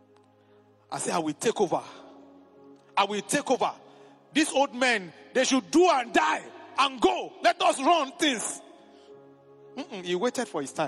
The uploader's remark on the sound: A live ministration at the Headquarters church